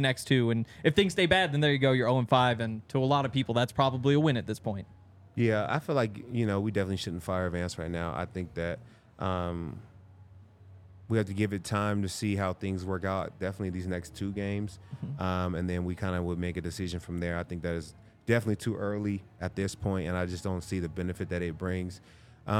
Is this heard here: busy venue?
yes